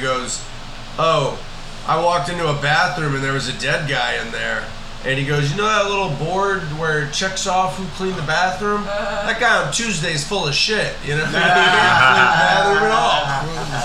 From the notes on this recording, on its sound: Despite recording technical difficulties